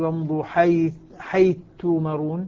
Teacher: صارت الثاء مع التاء تاء مشددة